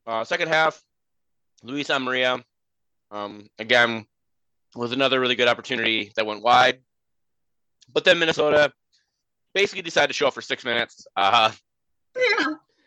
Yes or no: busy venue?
no